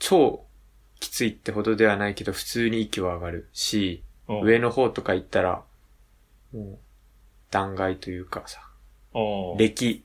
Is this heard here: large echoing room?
no